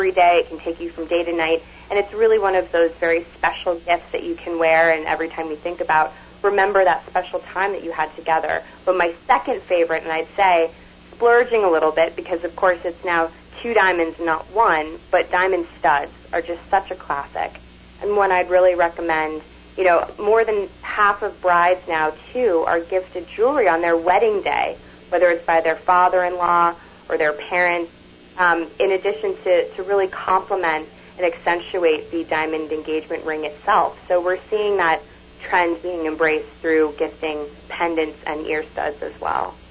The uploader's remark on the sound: Skype Guest. Phone guest.